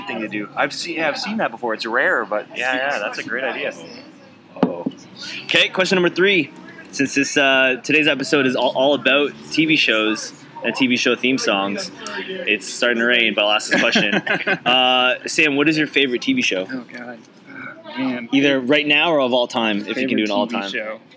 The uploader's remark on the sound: We recorded the episode from one of Midtown's finest watering holes Arabella Park!